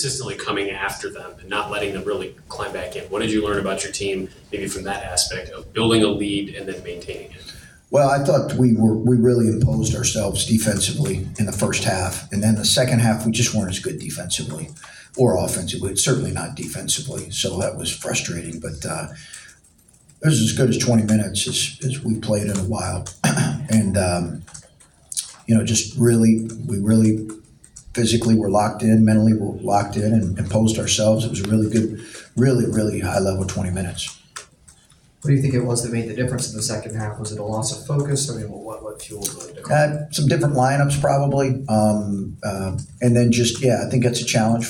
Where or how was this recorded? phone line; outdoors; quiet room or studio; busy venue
busy venue